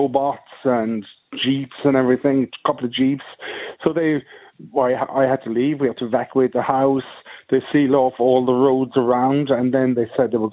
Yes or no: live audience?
no